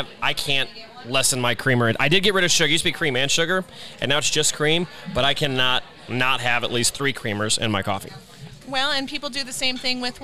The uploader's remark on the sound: This episode is our first ever ON LOCATION recording, and we can't thank the incredible staff at SAIL AWAY WINE for hosting us! Sail Away Wine is located in North Kansas City, near the intersection of Swift Ave and Armour Blvd.